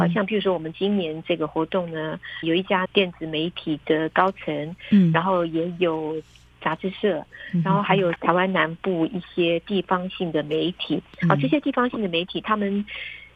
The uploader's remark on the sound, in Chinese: 連線訪問中央社駐北京記者。